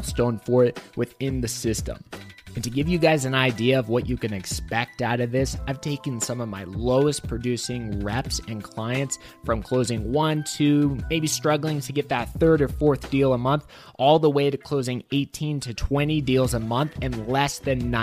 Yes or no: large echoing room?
no